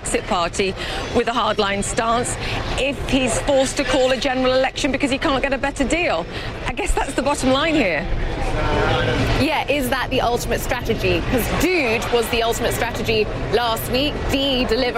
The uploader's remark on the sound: live from the New York Stock Exchange